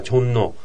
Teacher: これもチョンのイウンによってリュールがニウンに変わるわけですけど · Term: 鼻音化